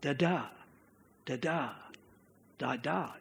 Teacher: the iambic means that there's unstressed, stressed, unstressed, stressed, unstressed, stressed.